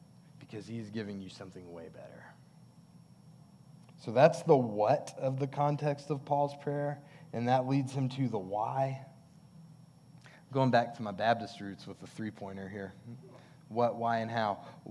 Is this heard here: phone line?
no